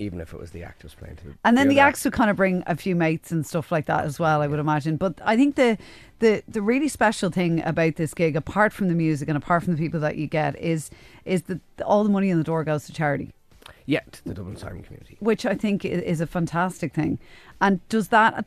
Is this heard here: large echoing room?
no